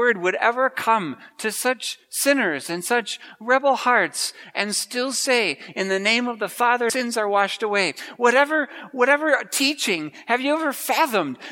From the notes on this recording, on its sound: preached at Grace Ev.